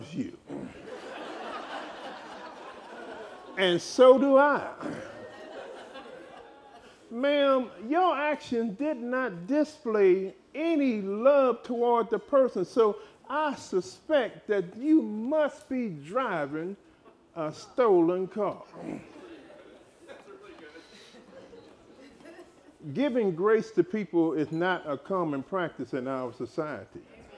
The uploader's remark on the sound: LIVE recording. Blue Ridge Estate Vineyard & Winery hosted their first Personal Growth Day.